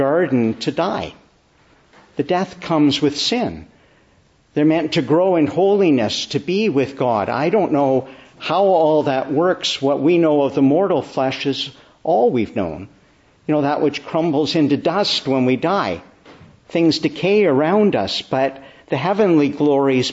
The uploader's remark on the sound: Evening Service. Preached in the Church of the Annunciation of the Blessed Virgin Mary, Ottawa, on the Solemnity of the Ascension.